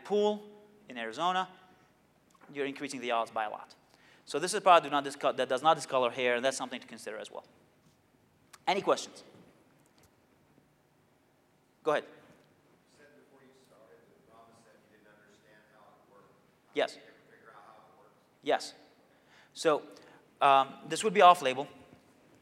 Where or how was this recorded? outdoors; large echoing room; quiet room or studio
large echoing room